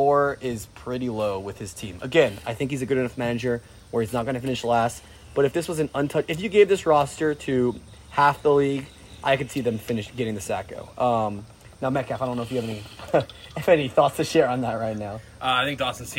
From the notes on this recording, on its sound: Recorded on a deck in Westport immediately following pizza, yuenglings, and a presidential debate.